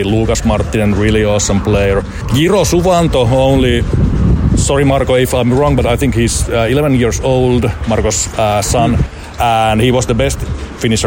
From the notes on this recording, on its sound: This is an interview recorded at IFPA 18 in Germany